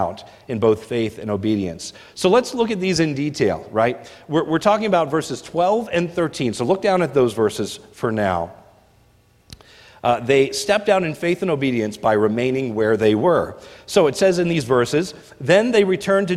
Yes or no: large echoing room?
yes